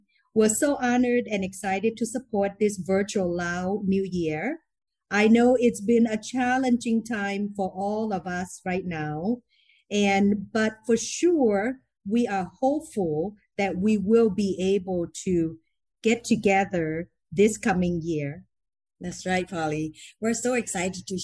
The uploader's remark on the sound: This program was recorded via video conference on April 16th, 2021 by the Commonwealth Club of California.